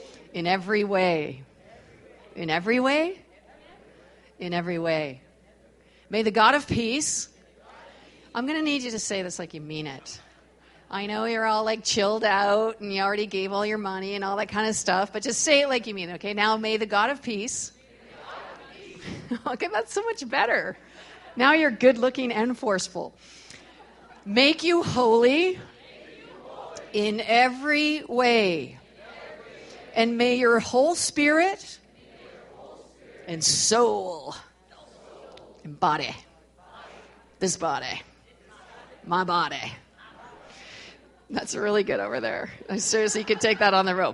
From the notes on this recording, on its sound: we gathered at Victory Church on the Rock in Edmonton, AB.